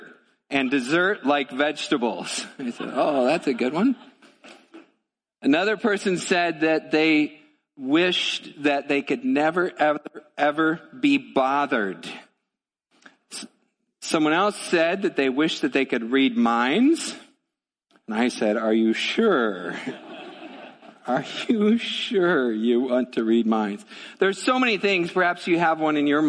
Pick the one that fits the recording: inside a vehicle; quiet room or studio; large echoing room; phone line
large echoing room